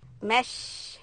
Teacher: So what we want to do is hold on to the sheen just a little bit long so we get the full effect of the sound